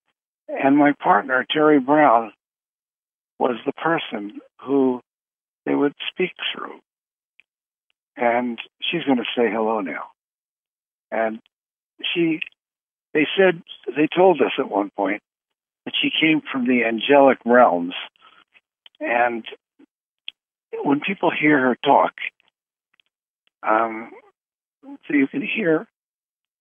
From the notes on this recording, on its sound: Conference Call LIVE